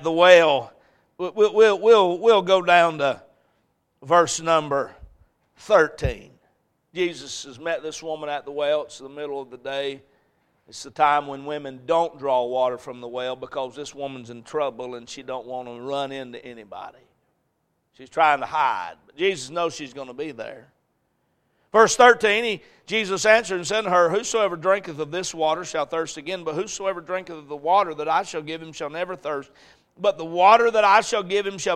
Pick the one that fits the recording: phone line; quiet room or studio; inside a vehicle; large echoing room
large echoing room